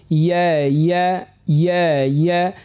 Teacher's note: نقوس اللسان بالباهي باش يمس، يعني وسط اللسان مع وسط الحنك الأعلى · Term: حرف الياء